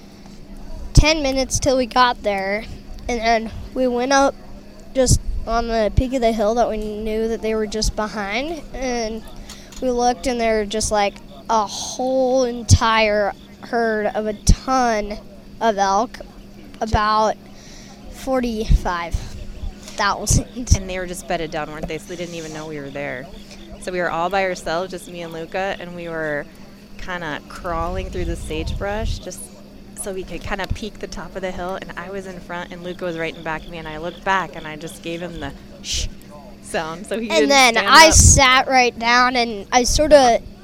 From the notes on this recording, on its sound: live from the 2022 BHA Rendezvous